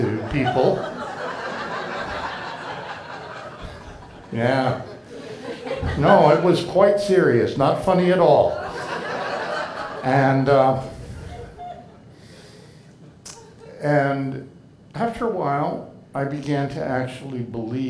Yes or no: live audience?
yes